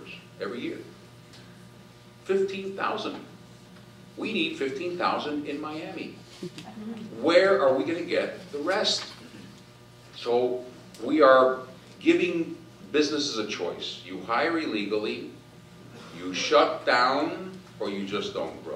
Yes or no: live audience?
yes